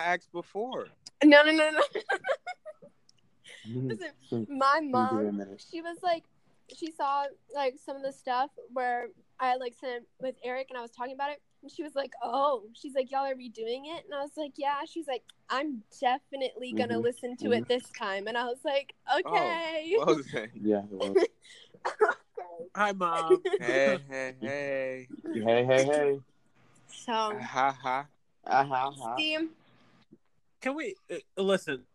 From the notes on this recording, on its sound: We also apologize for the technical difficulty.